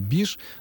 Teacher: Ну, а вот что касается «биш», вот Валерий Анатольевич мне подсказывает, что это частица, собственно, русская, и что возникла она в разговорной речи из глагола «баиш», когда «баиш» произносится очень... Бегло, вот в таком аллегровом темпе речи, то вместо «баиш» получается «биш»